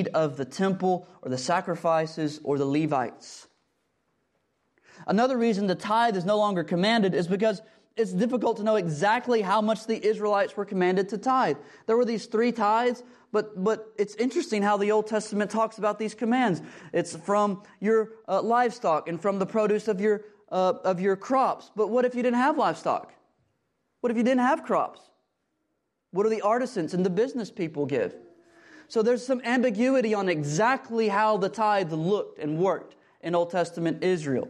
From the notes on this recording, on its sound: Sunday morning sermon audio from Preston Highlands Baptist Church